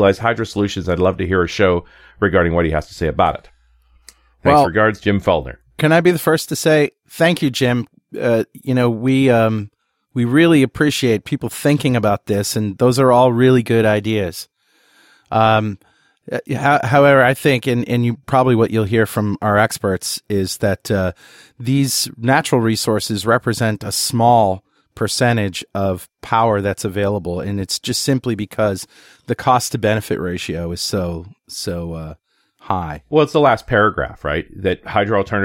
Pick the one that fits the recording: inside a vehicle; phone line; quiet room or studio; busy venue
quiet room or studio